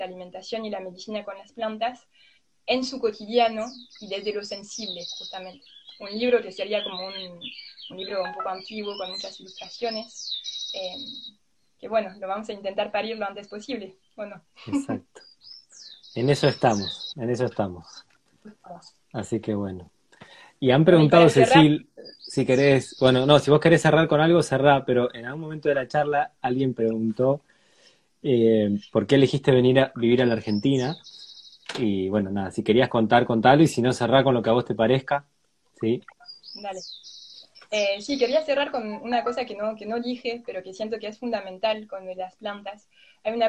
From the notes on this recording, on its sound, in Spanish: Audio de la charla en vivo por Instagram